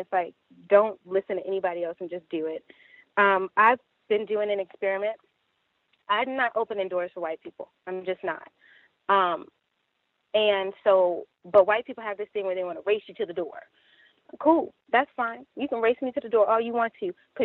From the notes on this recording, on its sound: The Context of White Supremacy hosts the weekly Compensatory Call-In. We encourage non-white listeners to dial.